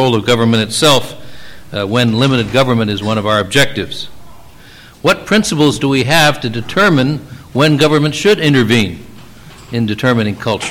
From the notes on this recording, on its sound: The Federalist Society presented this Showcase Panel at the 2006 Annual National Lawyers Convention.